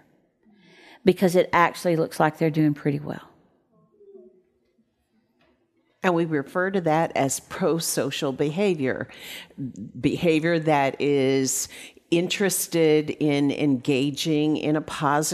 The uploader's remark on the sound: At the Micah Center in front of a small audience.